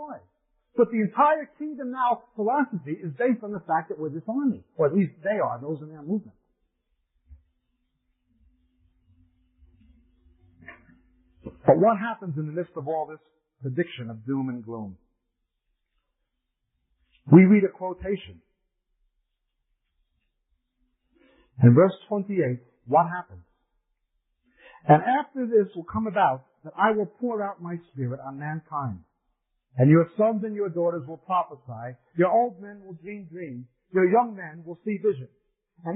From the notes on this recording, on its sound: We apologize for the quality of this recording. It was from the 1990's to 2000's when audio recording was not as good as it is today.